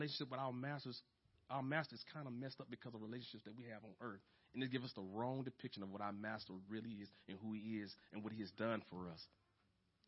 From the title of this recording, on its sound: The Village Church - 2022/05/15 - Audio